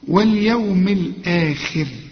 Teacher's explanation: مفتوحة خاء لكن مكسورة خي، تبقى آخر درجات التفخيم